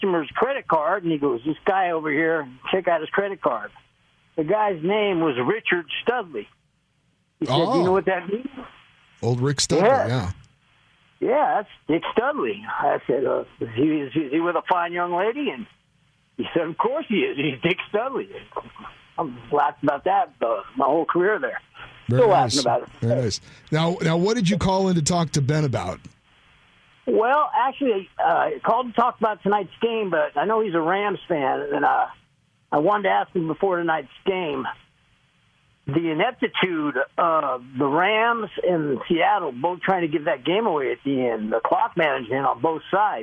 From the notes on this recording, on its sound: take your phone calls